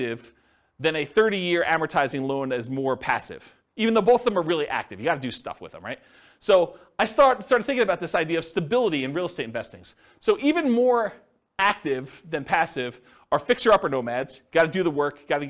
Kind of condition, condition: setting, live audience